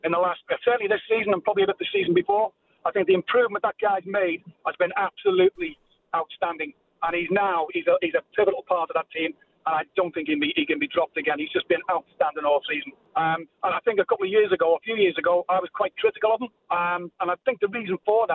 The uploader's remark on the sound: Disgruntled Manchester United fans call into the Final Word after defeat to their arch-rivals at Anfield.